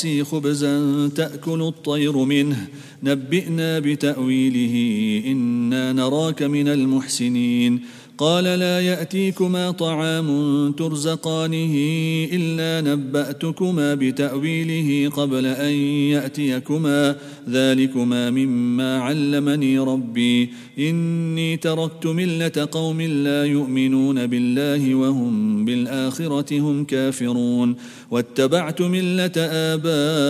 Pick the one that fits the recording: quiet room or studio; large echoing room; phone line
large echoing room